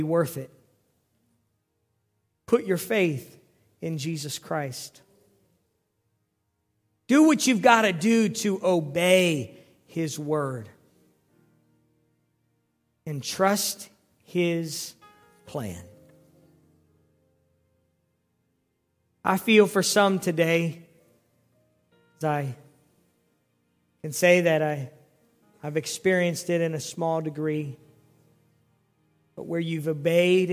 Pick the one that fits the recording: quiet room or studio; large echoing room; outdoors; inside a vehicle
large echoing room